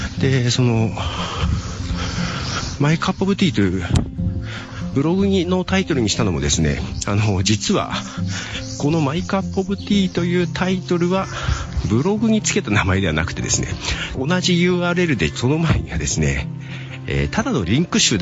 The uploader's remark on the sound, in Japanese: 外で歩きながら録音をする。